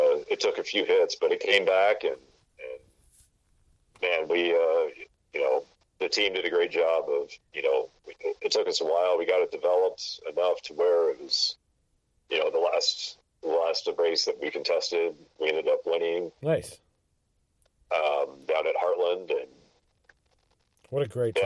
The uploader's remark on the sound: gets on the phone